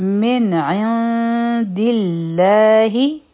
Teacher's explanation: دلته به لام جلاله نری ویلې کیږي، ځکه چې د الله د نوم نه مخکې چې کوم دال دی د هغې د لاندې کسره ده